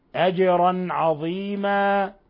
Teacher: ثم جيم ساكنة من حروف قطب جد تقلقل أجرا. ثم تنوين فتح جاء بعدها العين الحكم التجويدي إظهار حلقي. ثم الوقف على تنوين الفتح من عظيمة بالألف يبدل ألفا، لأن كل تنوين فتح موقوف عليه يبدل ألفا ويسمى مد عوض، يمد مقدار حركتين.